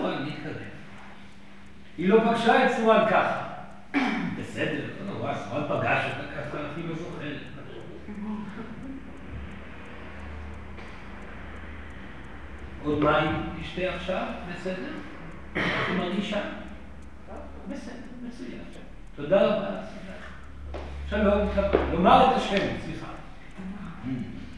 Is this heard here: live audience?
yes